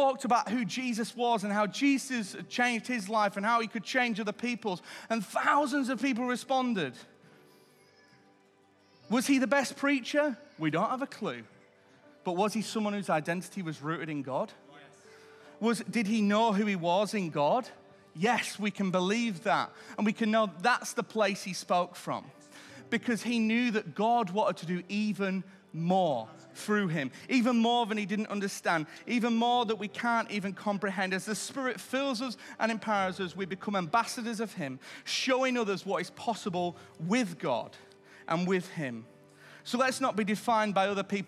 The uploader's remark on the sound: Recorded Live at Life Church Lancashire - Sunday 16th April 2023